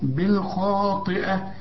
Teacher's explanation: الخاء مفخمة والطاء برضو لكن آخر درجات التفخيم لأنها مكسورة